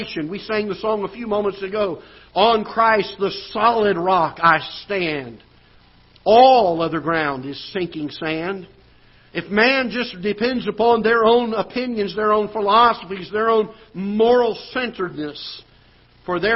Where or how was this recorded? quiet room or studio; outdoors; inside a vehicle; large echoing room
large echoing room